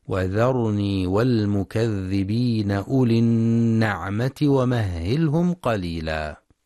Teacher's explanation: وفي قوله سبحانه: وذرني والمكذبين أولي النعمة ومهلهم قليلا، ينتبه القارئ لتفخيم الراء في كلمة وذرني ولترقيق الواو والذال، فلا يقرأ وذرني بترقيق الراء أو وذرني بتفخيم الواو والذال، ويخطئ بعضهم فيقرأ النعمة بكسر النون النعمة، والصواب فتحها